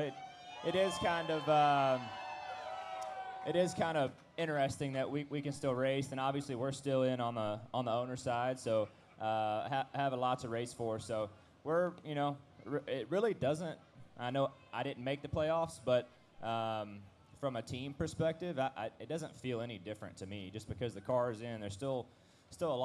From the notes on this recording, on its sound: At Trackside Live at Bristol Motor Speedway